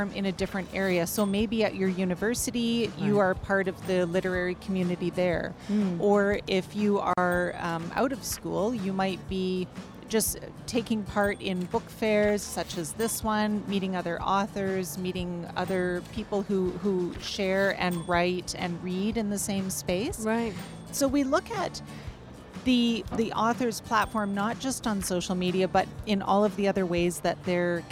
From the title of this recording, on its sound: Live from SIBF 2023